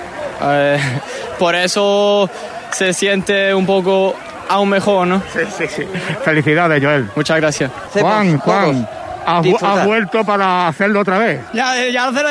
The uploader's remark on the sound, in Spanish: Victoria y celebración del ascenso, nuestro microfono llevó la noticia en directo y sobre el terreno de juego.